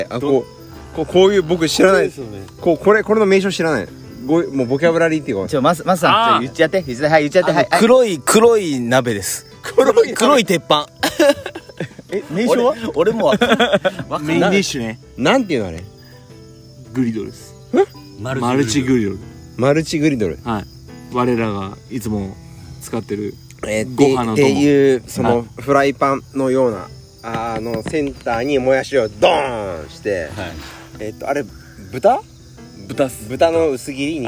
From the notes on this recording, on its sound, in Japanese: 福岡市西区にある唐泊VILLAGEで。収録の日はお盆だったので焚き火で先祖を迎えております。